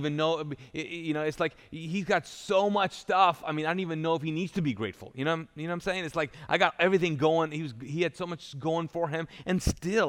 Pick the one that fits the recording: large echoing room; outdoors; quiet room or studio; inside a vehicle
large echoing room